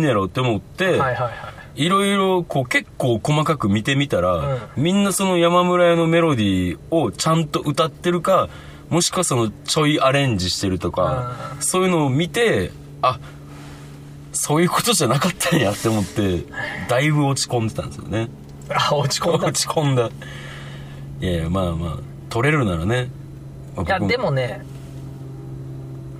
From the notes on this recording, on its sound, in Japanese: 灼熱の車内で録音した与太話！